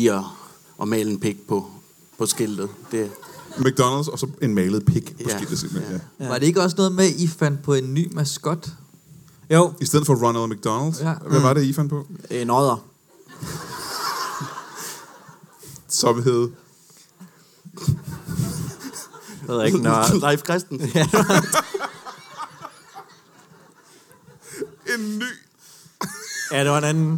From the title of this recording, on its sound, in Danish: LIVE fra Comedy Zoo Aarhus